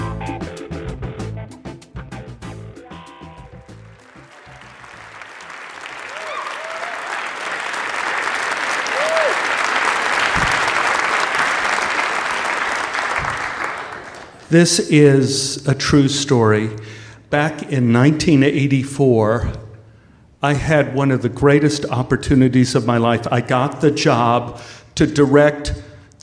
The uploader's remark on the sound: Live from San Fran 2014